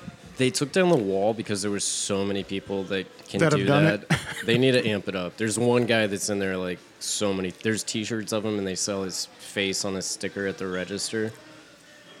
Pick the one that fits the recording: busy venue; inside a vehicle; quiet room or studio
busy venue